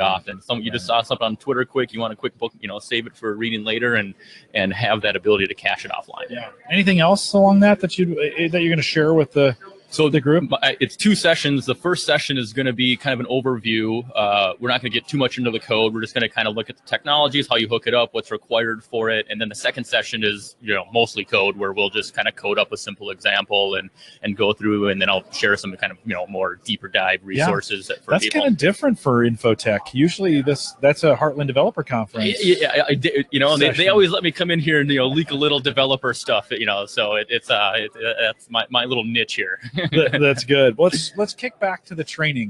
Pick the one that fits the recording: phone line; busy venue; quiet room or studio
busy venue